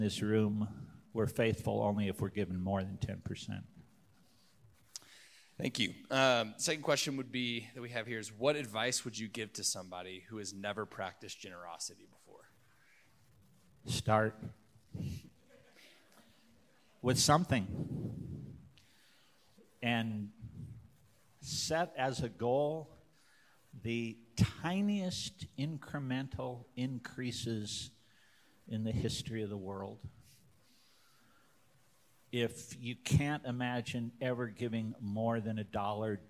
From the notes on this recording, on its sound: Youre listening to a recorded Lecture from the Denver Lecture Series.